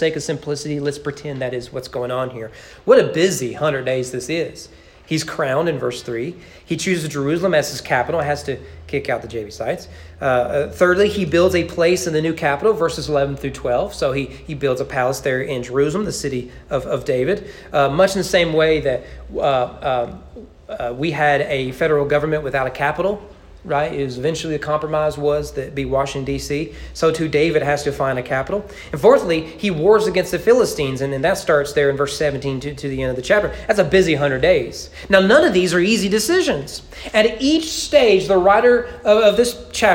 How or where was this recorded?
large echoing room